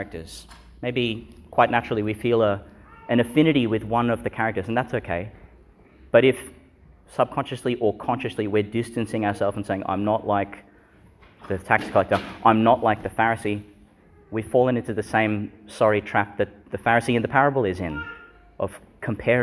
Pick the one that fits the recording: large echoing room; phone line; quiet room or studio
large echoing room